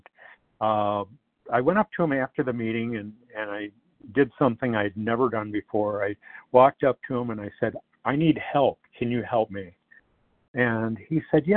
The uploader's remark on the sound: 100 Pounders Phone Meeting.